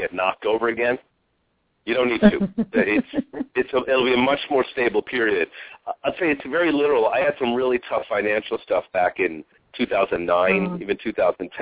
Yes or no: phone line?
yes